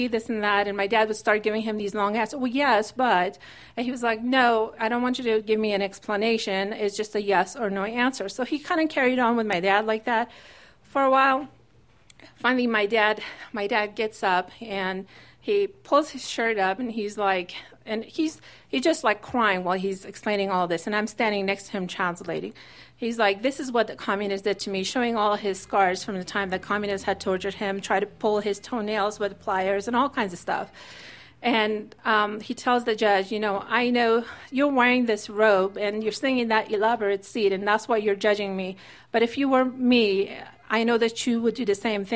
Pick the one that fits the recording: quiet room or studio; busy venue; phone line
busy venue